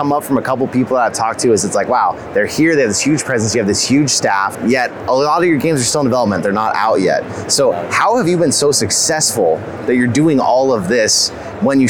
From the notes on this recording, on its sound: WE WENT TO GDC!! Live Interview w Pixelity Games!